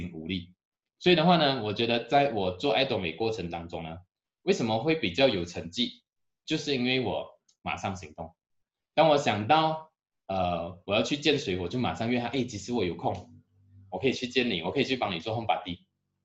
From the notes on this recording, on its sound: Canada Zoom Seminar